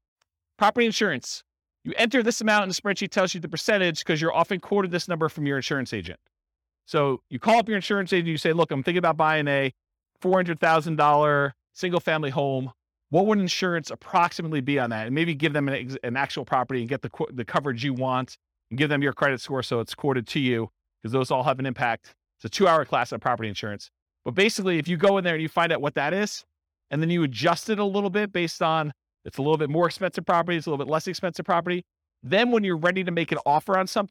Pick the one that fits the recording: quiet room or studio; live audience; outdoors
live audience